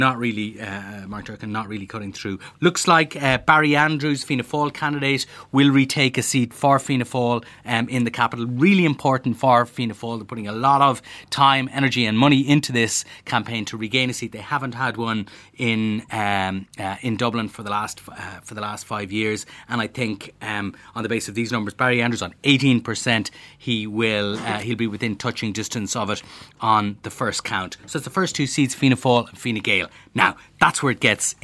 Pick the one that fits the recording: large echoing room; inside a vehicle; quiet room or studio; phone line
quiet room or studio